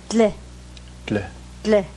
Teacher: It's sort of lateral, you sort of make it on the side of the mouth.